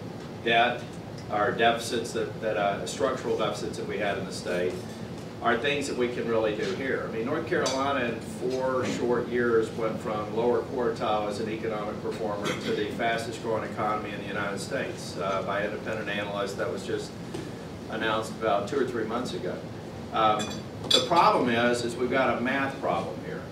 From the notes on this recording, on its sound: appeared before a breakfast meeting of The Ripon Society